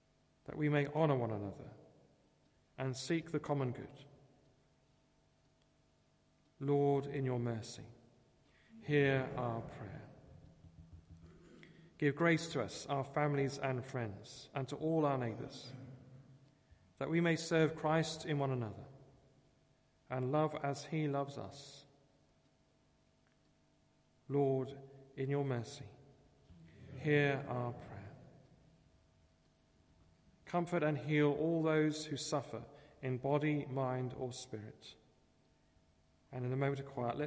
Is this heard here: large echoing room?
yes